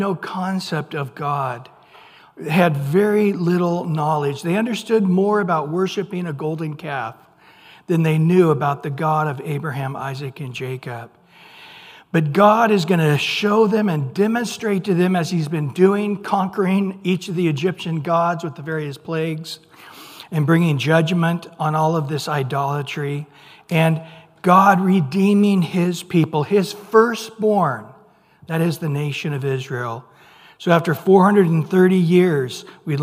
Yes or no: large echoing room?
yes